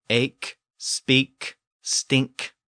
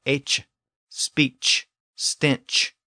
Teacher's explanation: Think about words like speak and speech, stink and stench. So the verb forms are ache, speak, stink, all with a K sound at the end. And the noun forms are ache, speech, stench, all with that CH sound at the end.